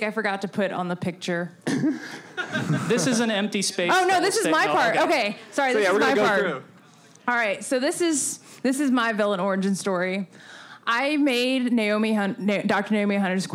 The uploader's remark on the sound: Live Panel at MGSCON. Live from MGSCON, the gang meets in person for the first time and does their first panel!